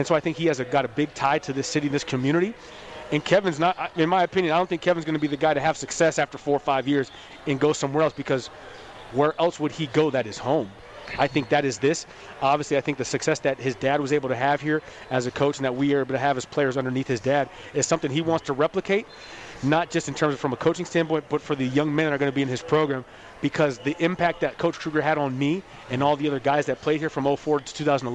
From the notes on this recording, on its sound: Live from The Cosmopolitan of Las Vegas Sportsbook, feel the sounds and atmosphere of March Madness in action.